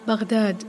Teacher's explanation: Baghdad, pronounced with a ghain, stumbling from the back of the tongue and the top of the throat.